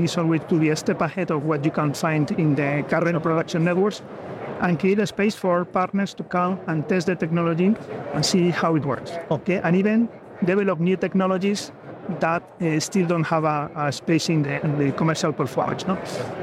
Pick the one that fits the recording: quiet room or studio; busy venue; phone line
busy venue